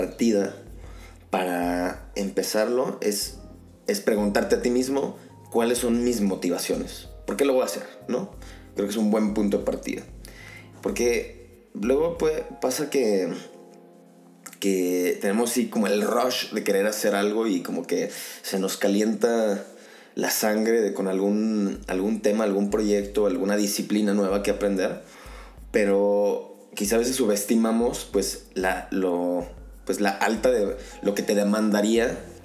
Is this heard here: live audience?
no